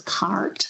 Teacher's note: And I would say the main feature that most of us think about when we think about American English is the what we would call post-vocalic R, so that's pronouncing the R sound, for example, in a word like cart, but being pronounced as cart.